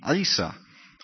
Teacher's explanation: The Ayn is at the beginning of that name, Isa. Ayn, Sin, Aleph.